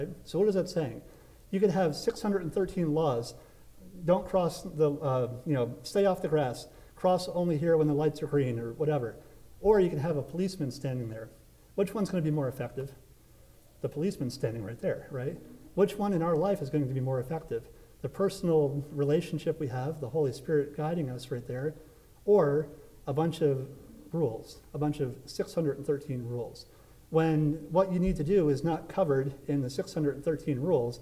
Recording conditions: large echoing room